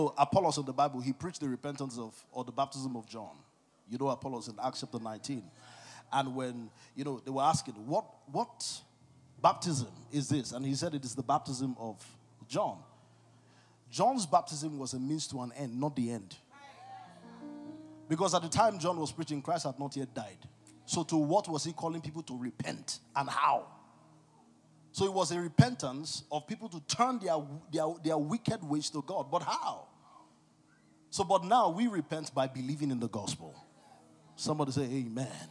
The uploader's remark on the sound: CONFERENCE 2023. ( MORNING SESSION, DAY 1 )